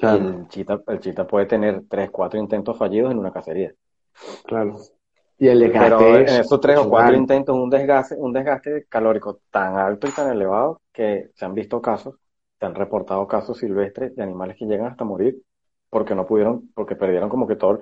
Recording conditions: video call